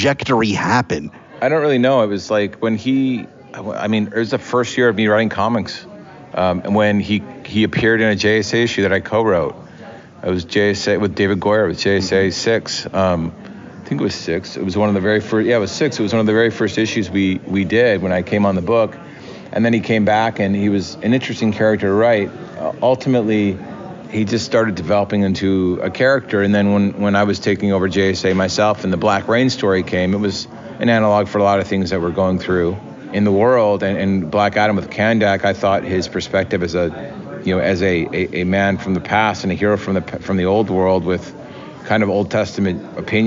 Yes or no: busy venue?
yes